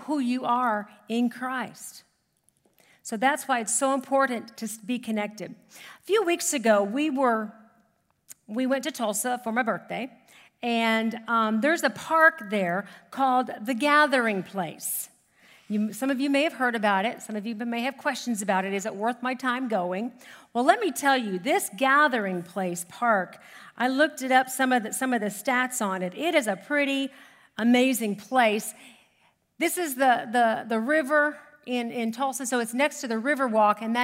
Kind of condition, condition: setting, large echoing room